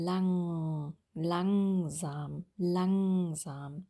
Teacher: Auf das L aufpassen, dass es flach gebildet wird.